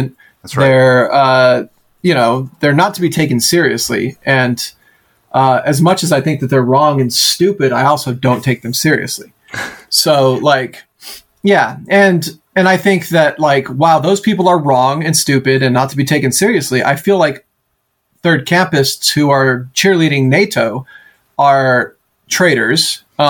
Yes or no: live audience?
no